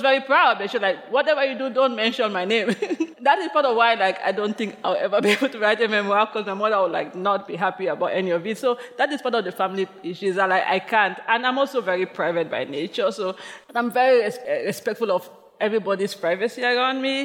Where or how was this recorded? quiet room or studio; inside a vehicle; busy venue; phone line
busy venue